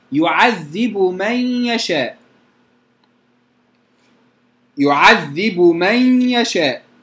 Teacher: الباء في كلمة يعذب تدغم في ميم من